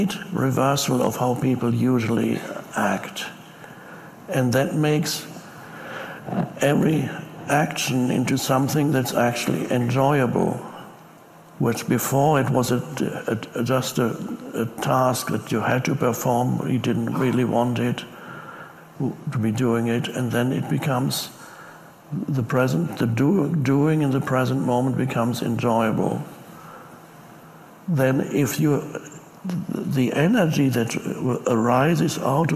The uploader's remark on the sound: Talks to a live audience in Hawaii. He ponders the paradise surrounding them: the sun, the palm trees and the sea.